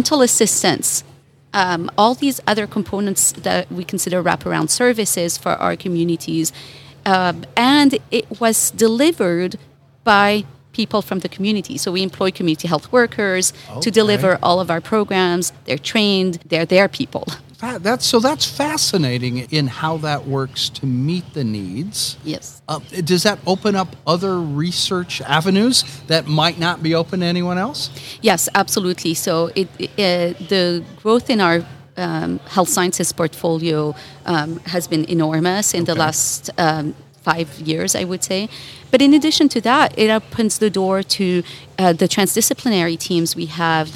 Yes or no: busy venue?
yes